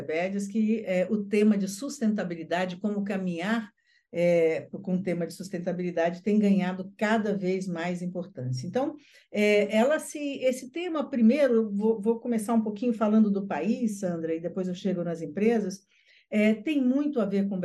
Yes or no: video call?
yes